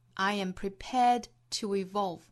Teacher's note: 尾部的 d 后面遇到辅音了，前面的失去爆破。I am prepared to evolve.那当然我们也可以在 prepared 这个词上面重读，重读之后在后面形成短暂停顿，这样就不需要做失去爆破了。I am prepared to evolve. To 和